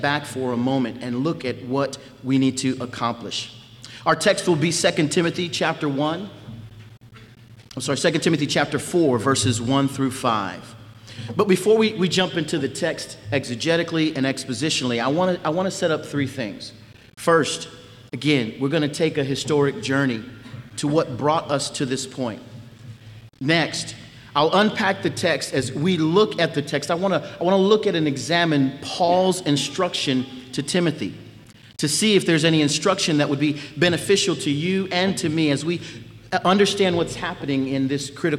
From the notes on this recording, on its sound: At the Founders "Be It Resolved" conference in Nashville, Tennessee before the 2021 Southern Baptist Convention.